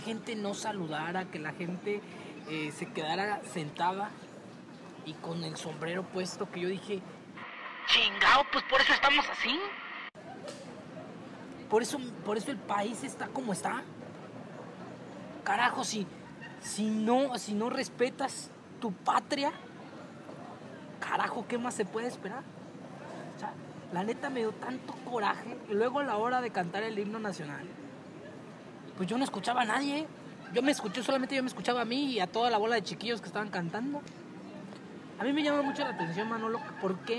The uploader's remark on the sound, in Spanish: En esta ocasión grabamos en el Bosque Cuauhtémoc por lo que escucharás el ruido de la ciudad de Morelia